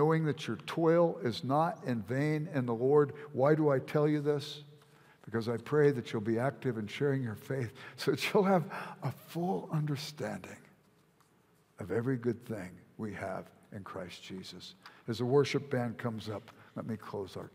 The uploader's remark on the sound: at Timberline Church - Audio